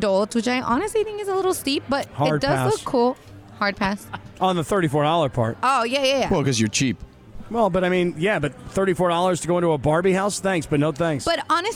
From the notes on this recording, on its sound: joined the show live from Danny K's